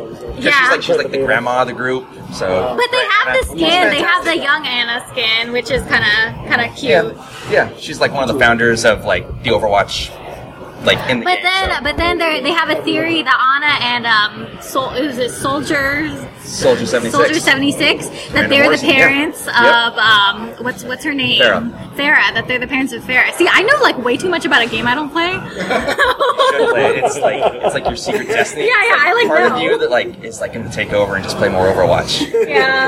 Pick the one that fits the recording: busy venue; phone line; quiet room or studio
busy venue